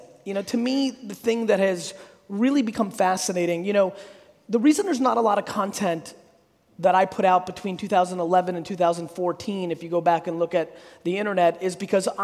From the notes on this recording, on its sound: A Keynote: Business Squared in Brisbane, Australia. There's a number of questions from the audience.